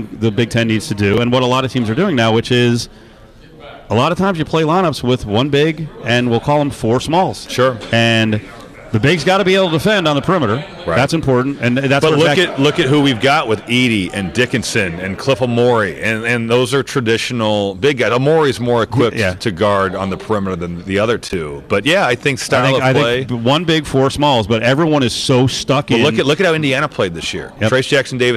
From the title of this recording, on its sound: LIVE FROM THE FINAL 4